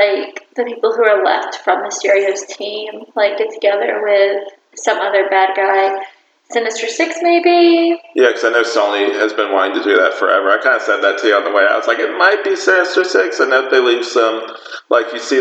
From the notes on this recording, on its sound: Sorry for any audio issues